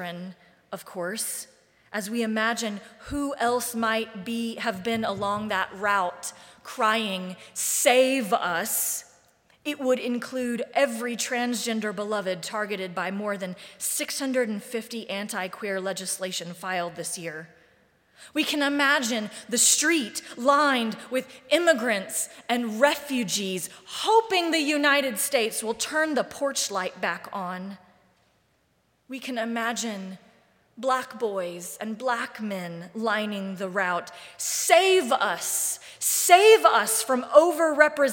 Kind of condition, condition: setting, large echoing room